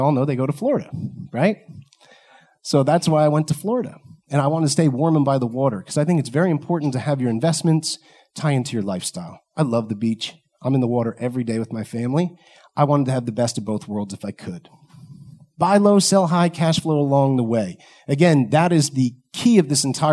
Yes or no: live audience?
yes